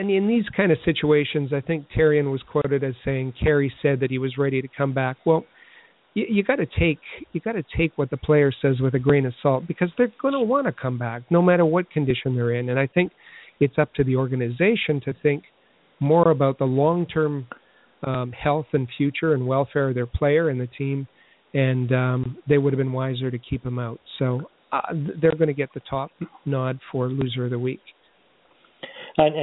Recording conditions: phone line